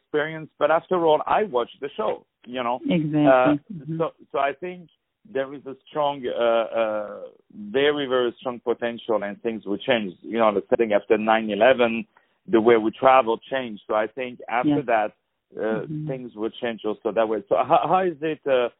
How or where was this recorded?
phone line